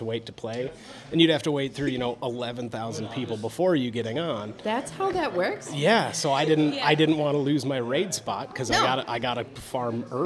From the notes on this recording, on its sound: Live at The Loch. Owners of The Loch Cafe and Games, for letting us record in your space.